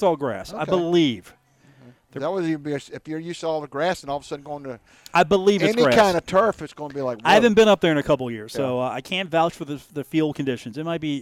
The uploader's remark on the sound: Today from The Union Pub and Grill in Downtown Huntington